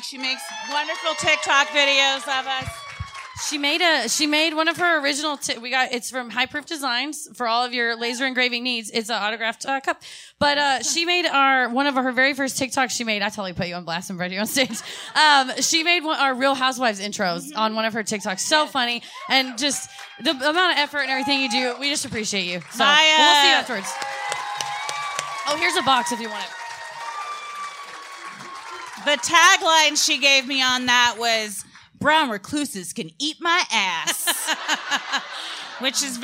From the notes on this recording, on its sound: Recorded Live at The Improv, Addison.